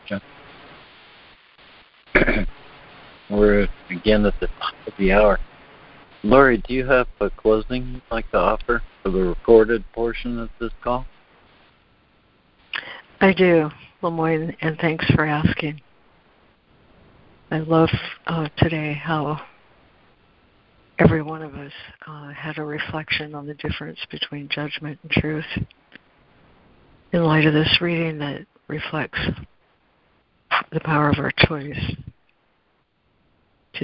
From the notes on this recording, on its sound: ACIM Daily Conference Call